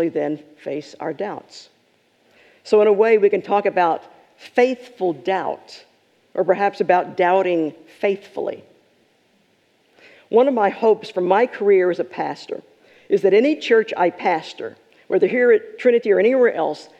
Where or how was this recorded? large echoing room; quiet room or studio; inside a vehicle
large echoing room